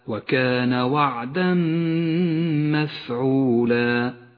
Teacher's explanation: التنوين جاء بعده حرف الميم، نسقط التنوين من اللفظ ونشدد حرف الميم، ولذلك لون بالأخضر لأنه يغن بمقدار حركتين. · Term: الإدغام بغنة